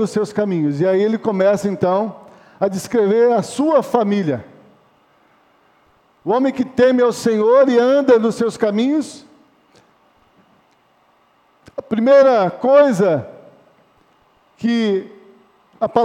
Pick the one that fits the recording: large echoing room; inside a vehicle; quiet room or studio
large echoing room